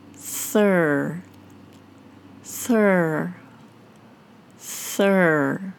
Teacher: we need to quickly switch from using the tip of the tongue to create the sound to using the back of the tongue · to get from the unvoiced TH sound into the R sound, we need to quickly switch · Term: TH plus R · IPA: /θr/, θr